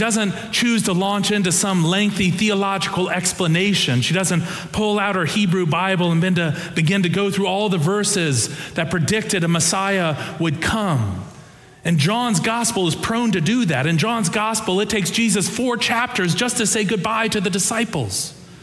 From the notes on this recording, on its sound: Preached on Easter Sunday (April 9, 2023), for our Sanctuary and MorningSong Worship Services.